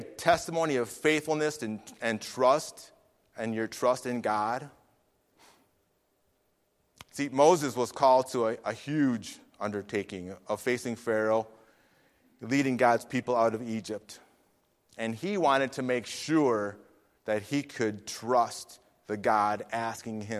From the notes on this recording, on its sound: Faith Baptist Church in Hamilton, NJ.